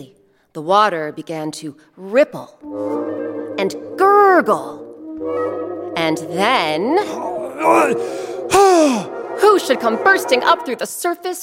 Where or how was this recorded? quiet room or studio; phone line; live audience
live audience